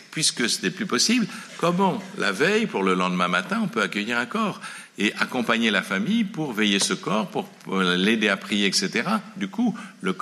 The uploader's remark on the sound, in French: À la salle des Carmes de La Rochefoucauld une conférence sur la fin de vie.